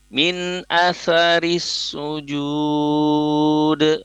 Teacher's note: diakhiri dengan huruf dal yang harus dipantulkan